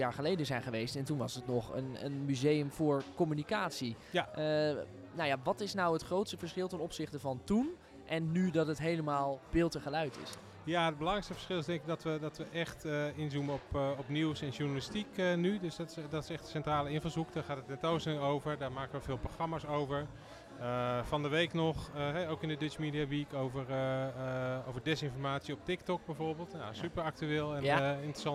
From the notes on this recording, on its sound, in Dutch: spreekt tijdens de Museumnacht 2022 met bezoekers en medewerkers van Beeld & Geluid Den Haag